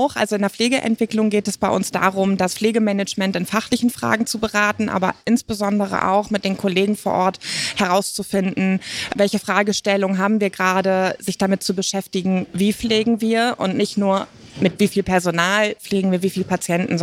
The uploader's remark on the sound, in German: Live vom Spotlight Pflege